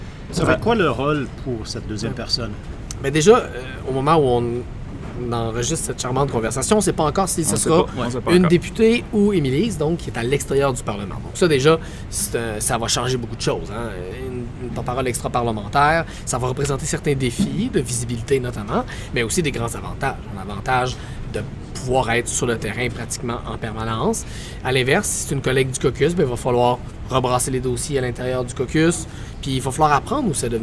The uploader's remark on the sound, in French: enregistré pendant et après le congrès de Québec solidaire à Gatineau